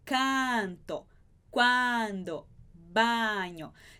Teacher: Esse A vai ser sempre bem aberto. A, como a palavra aqui.